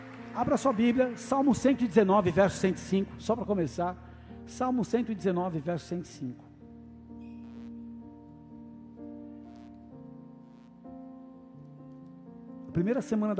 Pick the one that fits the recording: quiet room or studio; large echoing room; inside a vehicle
large echoing room